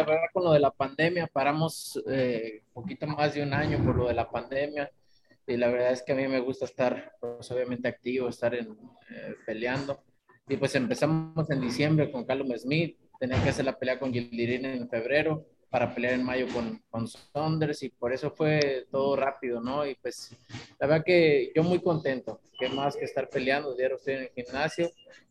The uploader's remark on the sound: will hold a Zoom conference call